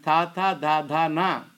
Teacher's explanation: All the tip of the tongue touching the roof of the teeth, dental. So these are all dental.